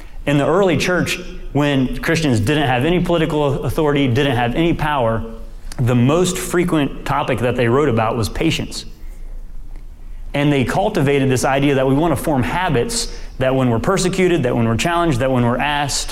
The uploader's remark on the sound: University of Virginia Q&A